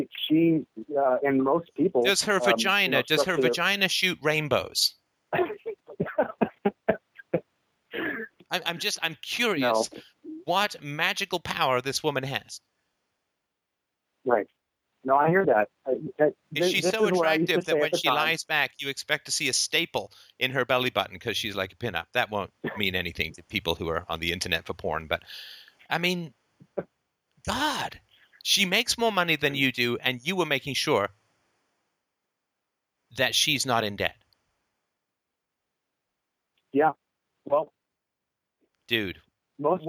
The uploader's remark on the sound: Wednesday Call In Show. An incredibly brave listener calls.